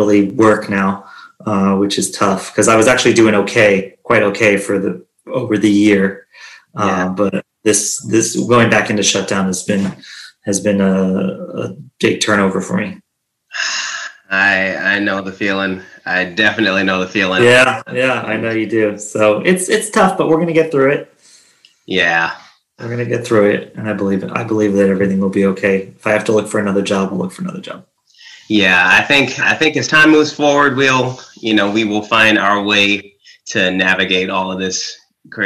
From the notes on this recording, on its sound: On zoom